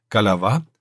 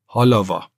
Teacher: es gibt vor allen Dingen auch den G-Laut, der im ukrainischen als H erscheint · Shown in: second take